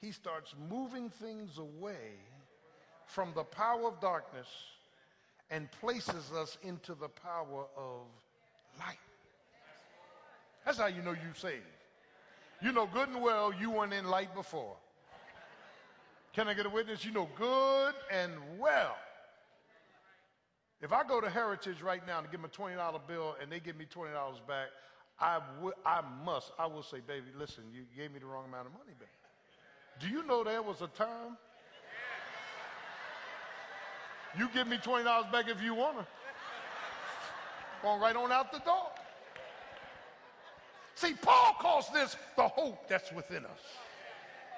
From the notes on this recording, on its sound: live, Communion Sunday